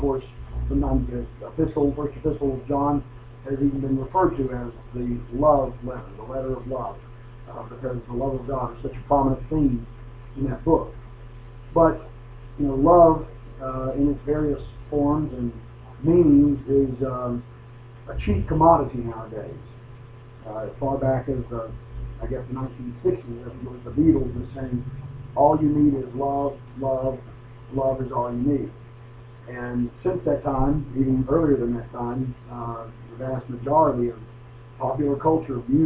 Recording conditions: poor sound quality